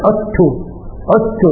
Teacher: دال وتاء، هنا دال قلبت تاء وأدغمت التاء · Term: الإدغام